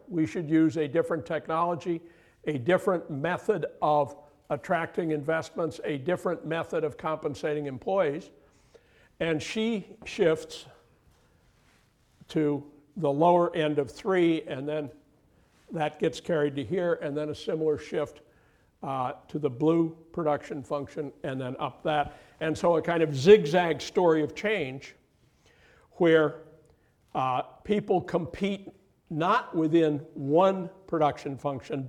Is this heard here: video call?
no